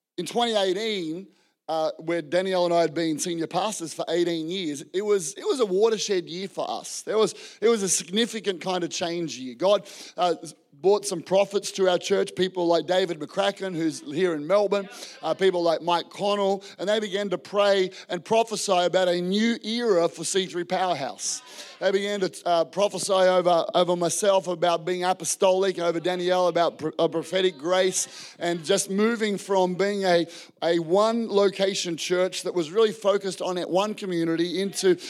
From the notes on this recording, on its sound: This was recorded in our Melbourne East service on the 5th of February, 2023